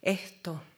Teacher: I began to transcribe an H where the S is just a breath down there